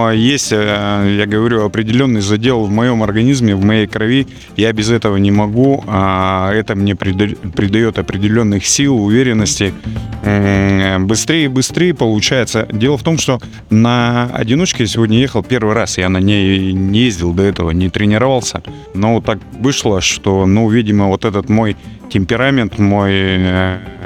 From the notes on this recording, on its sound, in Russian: Интервью с фестиваля H.O.G. Winter Challendge «Ural Ice 2023». В Екатеринбурге прошел уникальный, единственный в Мире (и уже третий по счету) Harley Davidson и Harley Owners Group зимний мотофестиваль H.O.G. Записано в полевых условиях в городе Екатеринбург.